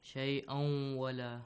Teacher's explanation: Merging, prolonging for two counts or two beats, and also nasal sound. Ghunna sound. · Term: Idgham